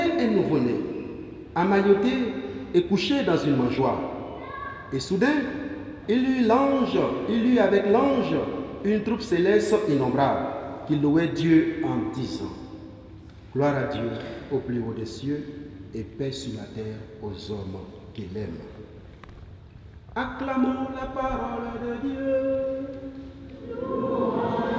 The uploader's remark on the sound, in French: Messe de la nuit de Noël.